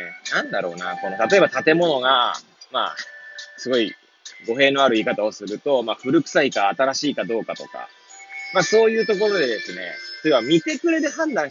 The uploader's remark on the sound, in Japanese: Airpods を付けた状態で、車中で収録しており、雑音などが入る可能性があり、ご容赦ください。